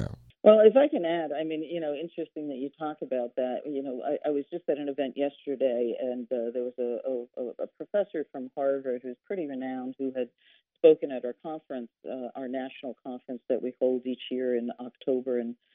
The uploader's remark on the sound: joined the podcast via phone